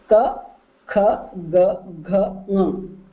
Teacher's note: They are called the Kanthyaha, and they originate from the throat.